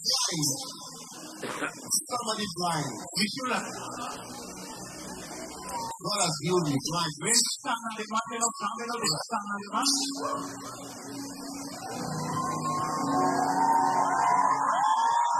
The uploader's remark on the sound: Preached at the Healing Jesus Crusade June 2023, Antananarivo-Madagascar.